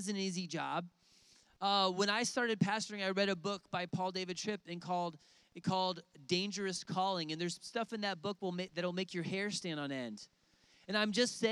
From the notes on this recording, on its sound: outdoors at a lakeside service